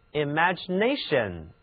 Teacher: 这个词它的重音在第三个音节 nation 上面